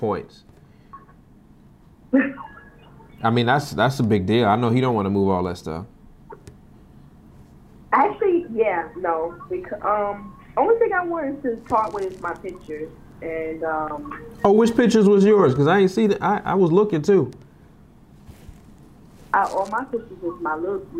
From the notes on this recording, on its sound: This is three separate phone calls with the same seller